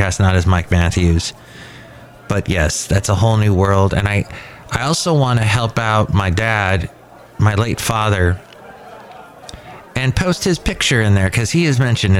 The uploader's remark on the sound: podcasts live from Cafe Anyway